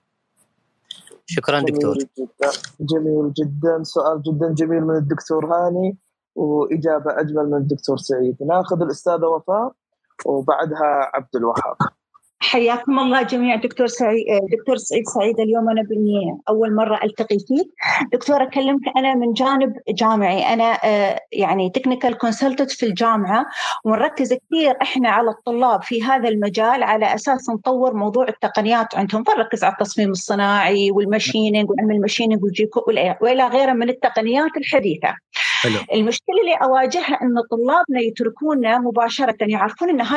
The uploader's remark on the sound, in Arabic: تسجيل لمساحة ابن رشد الأسبوعية على منصة تويتر